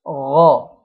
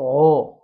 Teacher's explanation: حرف الغين مفخم وما أضمش فيه الشفتين · Shown in: first take · غا، ما أقولش غو، لا غا.